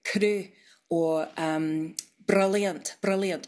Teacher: tapped R, which is tip of the tongue on the gum ridge bouncing off. So it's like a rolled R, but it's like one instead of many, many all in a row, if you know what I mean.